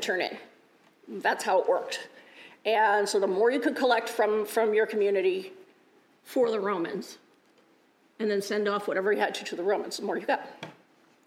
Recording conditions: large echoing room